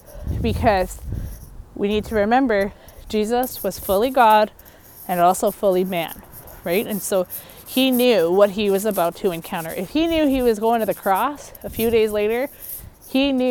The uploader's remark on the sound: I apologize for the background noise!